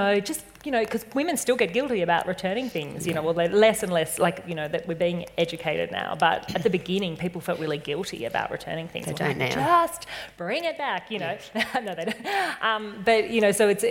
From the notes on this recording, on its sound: This weeks episode is a little different, it's a Live Recording! At The Huddle event in Orange in Feb 2020.